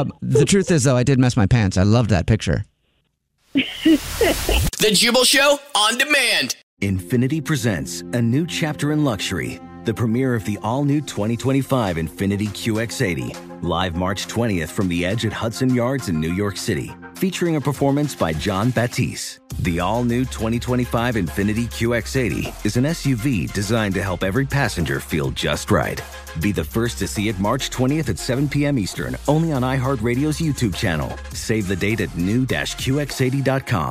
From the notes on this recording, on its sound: phone prank style